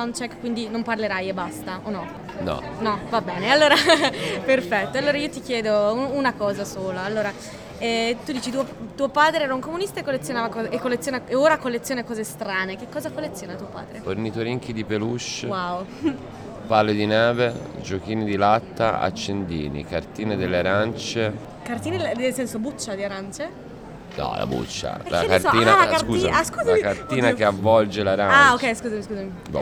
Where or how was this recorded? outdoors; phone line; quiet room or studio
outdoors